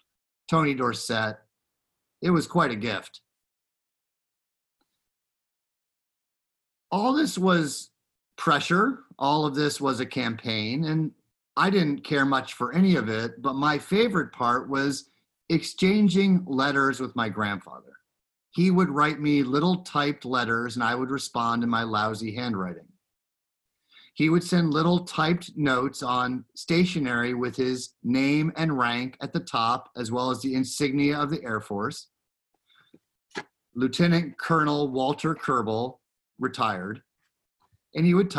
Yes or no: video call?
yes